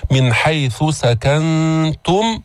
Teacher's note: جئنا بالإخفاء في النون الساكنة عند التاء